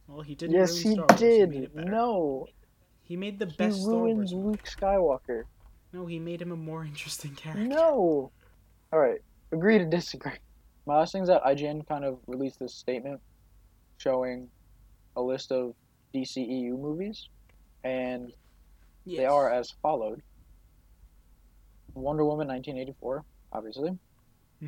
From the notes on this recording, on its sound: Sorry the audio's kinda trash for this one.